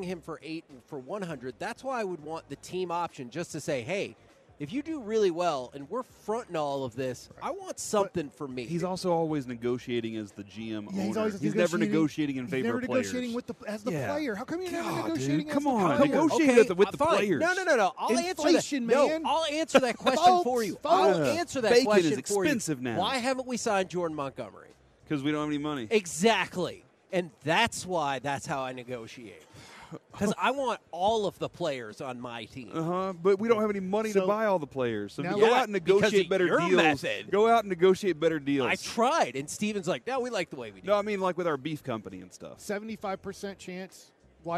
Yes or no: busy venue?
yes